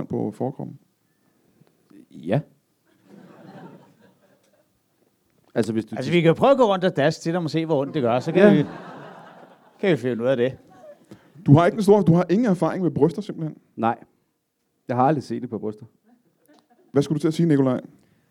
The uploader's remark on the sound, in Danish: LIVE fra Studenterhuset i Aarhus